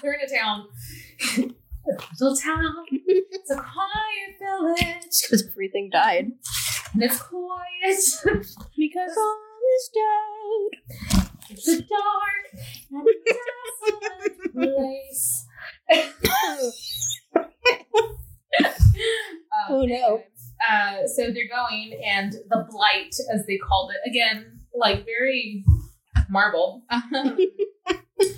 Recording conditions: echo